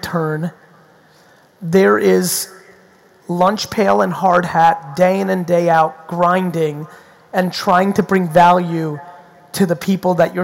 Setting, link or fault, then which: setting, live audience